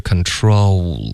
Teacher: 这个 o 双元音滑动嘴唇的动作还是需要